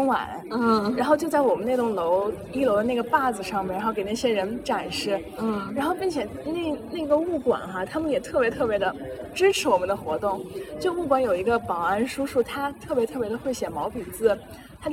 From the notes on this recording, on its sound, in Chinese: 本期节目的录制环境由于是在室外，因此收听过程中听众朋友们会听到一些杂音